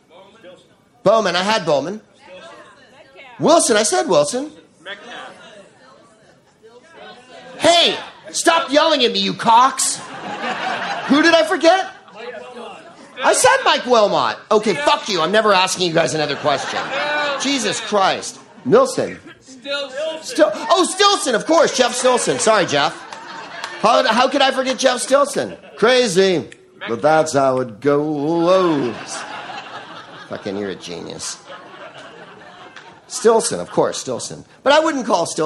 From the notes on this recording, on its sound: Live from the Freedom of the Seas cruise ship off the coast of St.